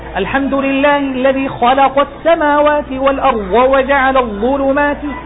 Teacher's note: تسمع صوت تفخيم مفتعل، ليس تفخيما صحيحا بضم الشفتين